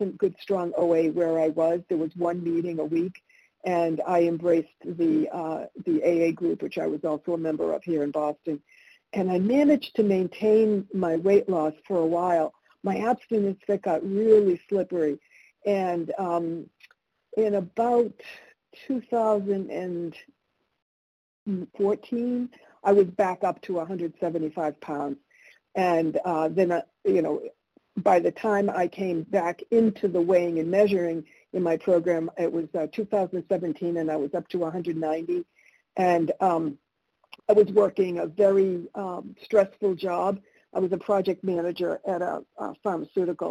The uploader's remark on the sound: 100 Pounders Phone Meeting.